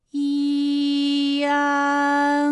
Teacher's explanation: 当然最后一定还是要归到鼻音呢才算是发完整